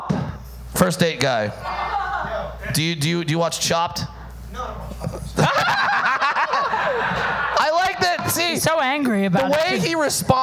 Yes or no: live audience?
yes